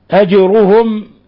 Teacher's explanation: الجيم ساكنة فتحتاج إلى قلقلة لأنها من الحروف الخمسة المقلقلة إذا سكنت.